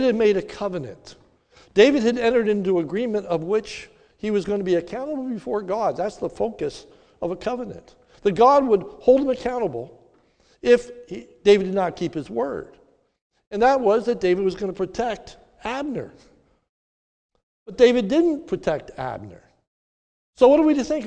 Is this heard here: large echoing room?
yes